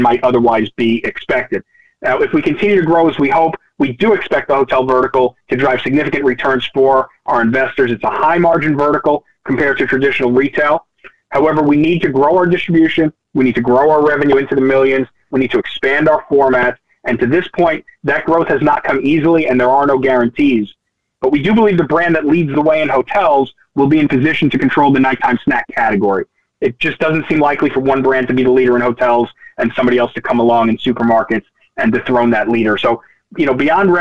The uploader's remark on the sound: Nightfood June 2023 Conference Call. Answer investor questions.